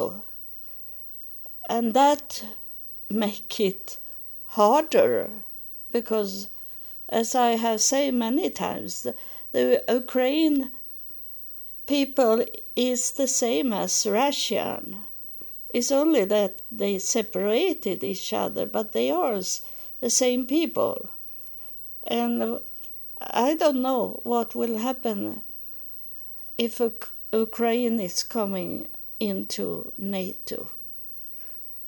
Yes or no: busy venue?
no